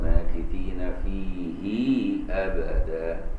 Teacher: ابن كثير المكي يقول لك ماكثين فيه ابدا بصلة ياء الضمير